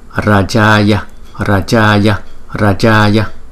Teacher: Hai chữ A có dấu gạch ngang trên đầu, chúng ta sẽ đọc kéo dài gấp đôi so với chữ A không có dấu gạch ngang trên đầu.